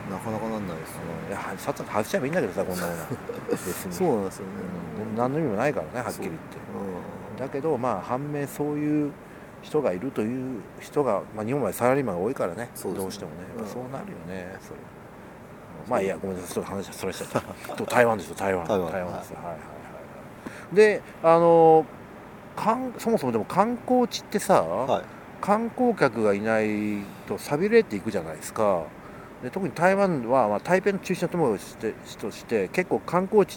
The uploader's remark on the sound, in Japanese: 今回の収録は札幌大通公園で